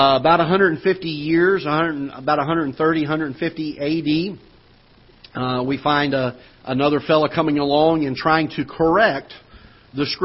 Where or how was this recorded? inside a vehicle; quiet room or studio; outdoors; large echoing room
large echoing room